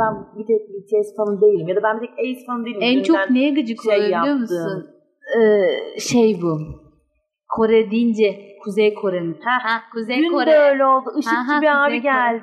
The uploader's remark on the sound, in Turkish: Teknik birkaç hata yaşadık ama güzel bir kayıt oldu.